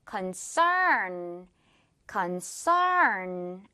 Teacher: 발음은 뒷부분에 강세 주면서 earn 발음해 주면 돼요